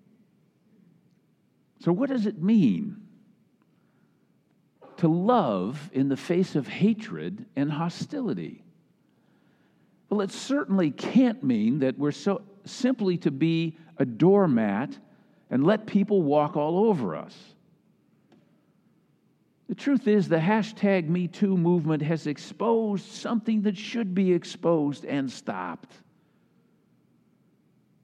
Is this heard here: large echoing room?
yes